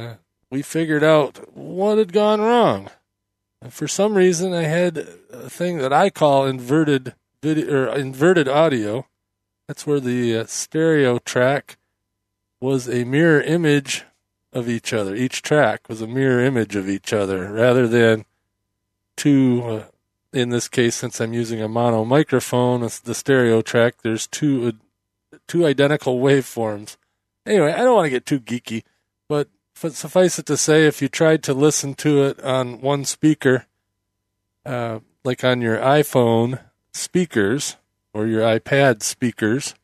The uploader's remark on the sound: Just a file I recorded from the road.